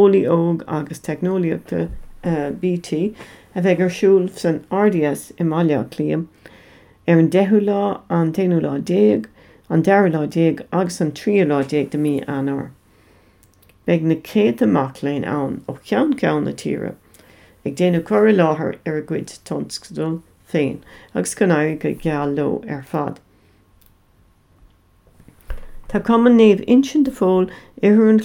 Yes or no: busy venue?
no